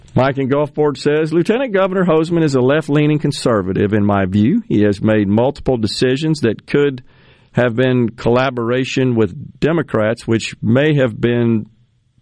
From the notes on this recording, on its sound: Joins the conversation by phone.